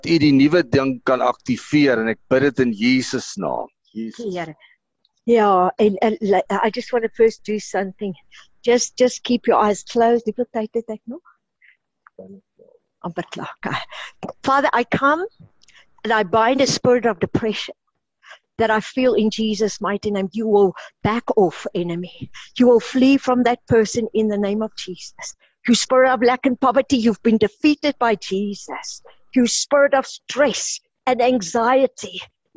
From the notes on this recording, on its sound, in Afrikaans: Manne van die Woord Zoom Byeenkoms 12 April 2022